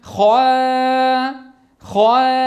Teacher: فتفخم الخاء فقط ثم إذا أتيت إلى الألف أن ترققها